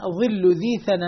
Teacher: الضاء والثاء والذال والثاء من طرف اللسان مع أطراف الثنايا العليا